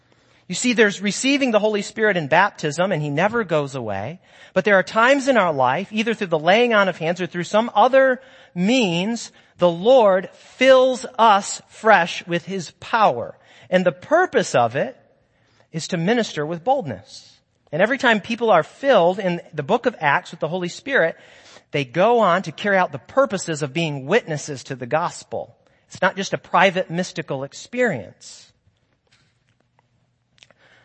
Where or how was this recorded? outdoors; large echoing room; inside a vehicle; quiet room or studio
large echoing room